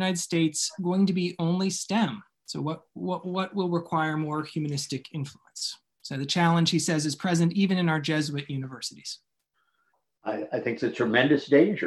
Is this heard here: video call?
yes